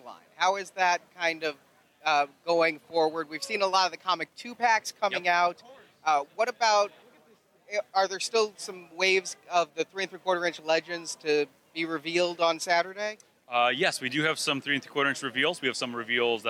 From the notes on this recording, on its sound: Marvel Collecting at San Diego Comic-Con 2016. Recorded live on the floor, plus around the convention.